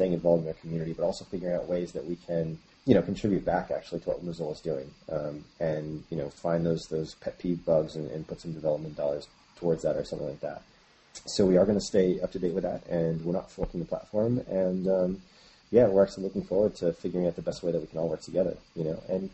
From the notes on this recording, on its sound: Please forgive the ocassional buzz and the muffled sound from the audacity noise removal.